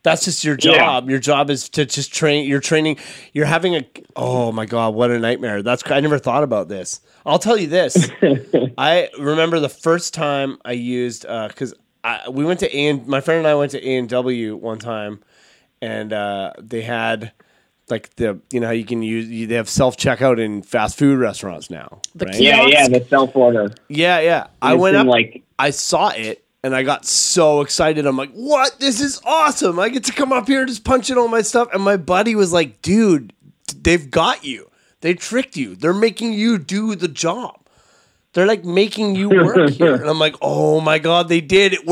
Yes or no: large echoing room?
no